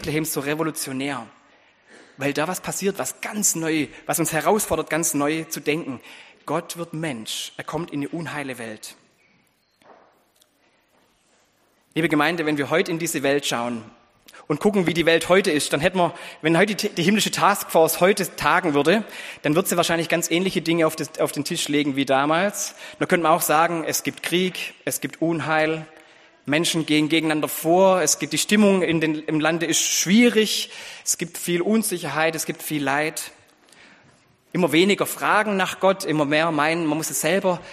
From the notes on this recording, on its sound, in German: Anspiel und Predigt im Gottesdienst an Heiligabend